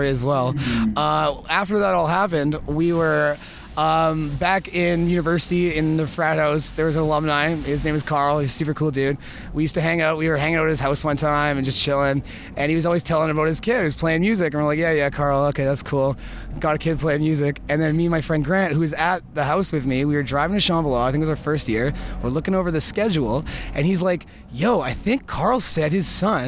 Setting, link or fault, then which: setting, busy venue